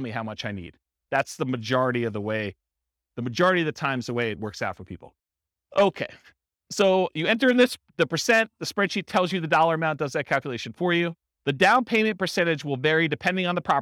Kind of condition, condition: setting, live audience